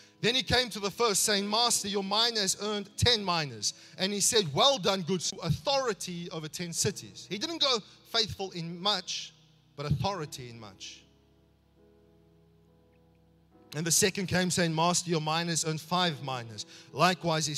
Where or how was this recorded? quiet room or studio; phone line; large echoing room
large echoing room